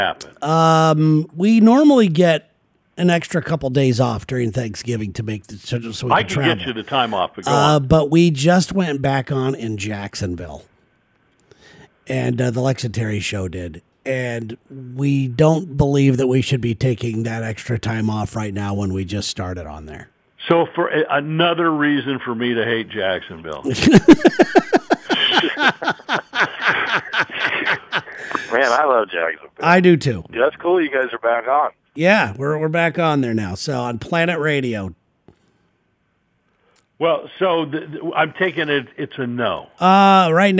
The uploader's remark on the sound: We take a phone call